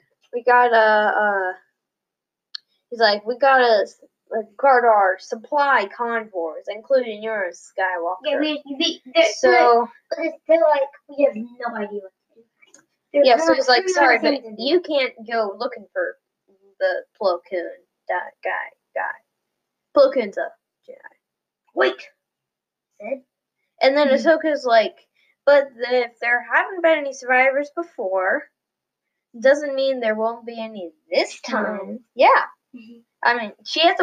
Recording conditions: poor sound quality